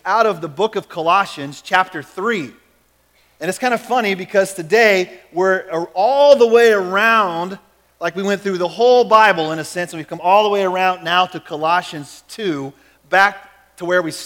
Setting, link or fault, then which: setting, large echoing room